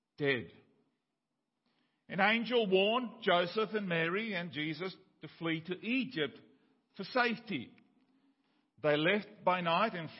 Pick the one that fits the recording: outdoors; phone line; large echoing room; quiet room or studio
large echoing room